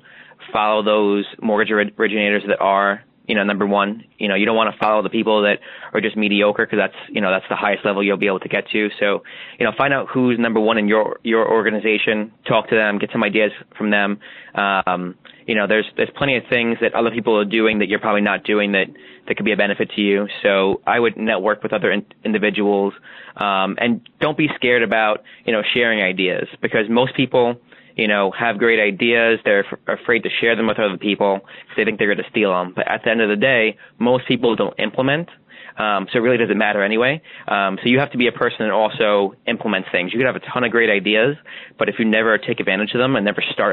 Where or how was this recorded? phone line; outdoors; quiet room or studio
phone line